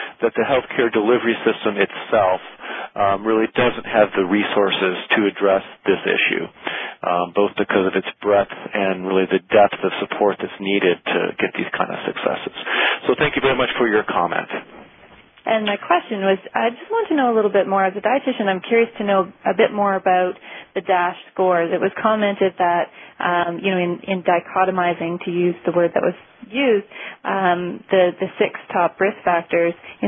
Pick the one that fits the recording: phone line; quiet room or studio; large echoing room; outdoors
phone line